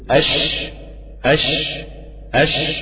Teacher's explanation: سميت الشين متفشية علشان انتشار الريح في الفم عند النطق بها حتى تصل بمخرج الأضفاء، يعني أنا بوصل فيها لدرجة قوية جدا في حالة التفشي، وفي التسكين طبعا بتتضح قوي.